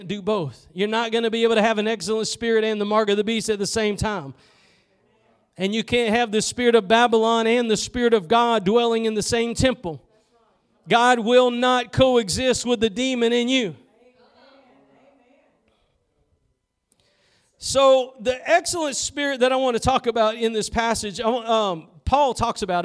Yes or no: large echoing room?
yes